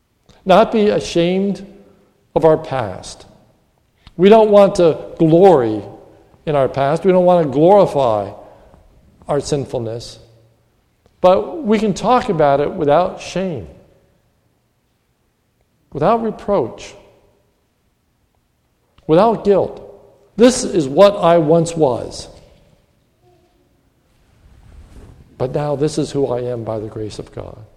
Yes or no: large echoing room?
yes